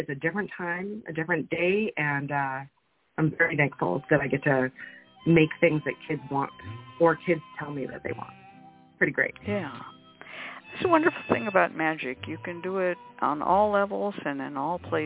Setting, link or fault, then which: link, phone line